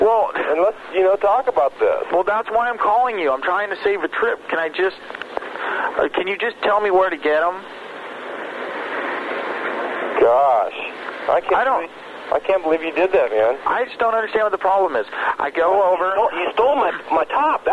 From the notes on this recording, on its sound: …'s Personal Prank Phone Calls Collection.